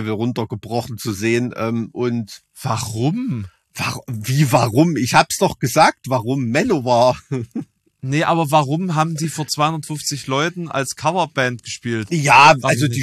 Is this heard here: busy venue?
no